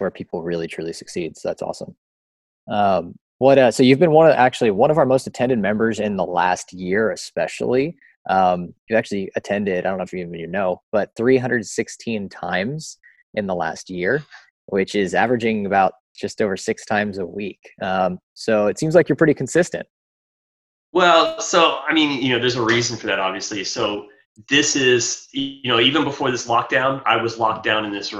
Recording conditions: video call